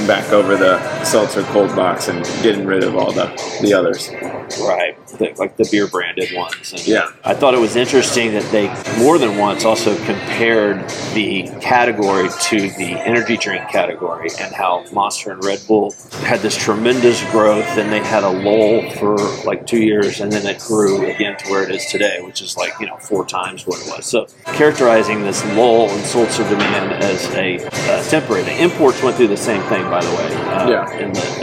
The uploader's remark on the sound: In the lobby of the Sheraton Grand hotel in Chicago where their distributor sales & marketing meeting was just held. Must warn, the audio isn't great.